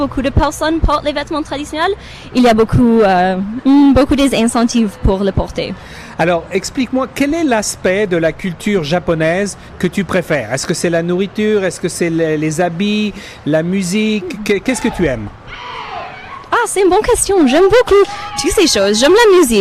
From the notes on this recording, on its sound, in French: En direct depuis le Japan Canadian Festival 2017